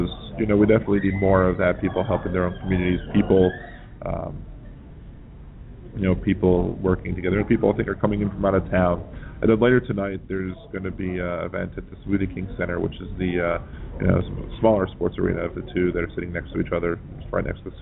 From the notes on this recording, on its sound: Broadcasting live from Rising Tide X at Xavier University. I will have an open mic to join in the conversation live or you can call in as usual.